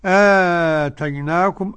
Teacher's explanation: قرأه ورش عن نافع بالقصر أو التوسط أو المد · Term: البدل